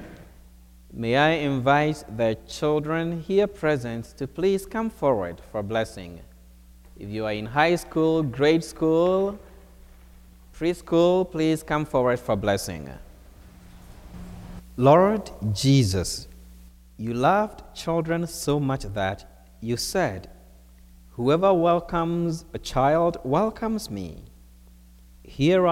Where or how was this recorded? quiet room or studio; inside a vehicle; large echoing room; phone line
large echoing room